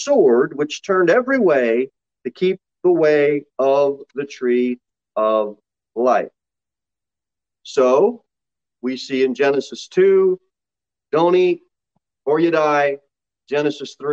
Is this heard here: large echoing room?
yes